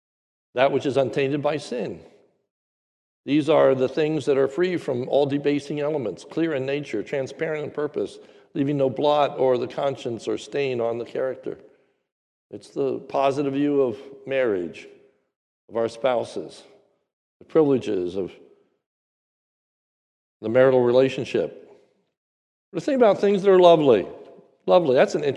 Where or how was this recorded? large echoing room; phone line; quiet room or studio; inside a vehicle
large echoing room